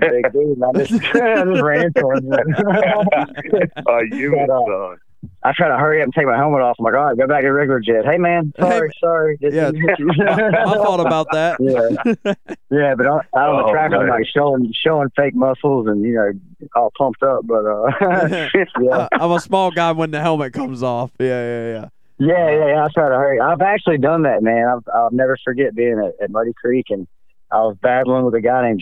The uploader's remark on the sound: we will have a call